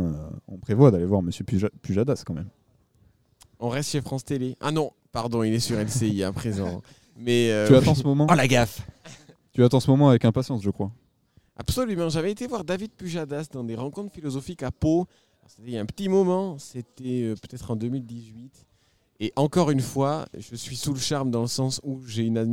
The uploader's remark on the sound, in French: On se retrouve pour un nouvel enregistrement au Festival International de Journalisme !